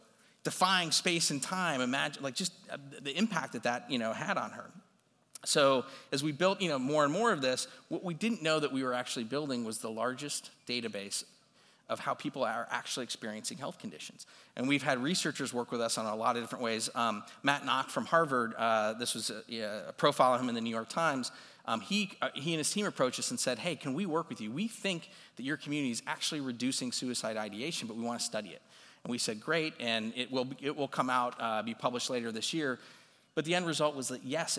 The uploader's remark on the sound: this recording is from his talk at CMX Summit